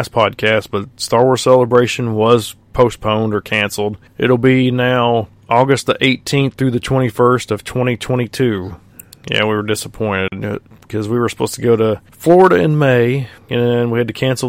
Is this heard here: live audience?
no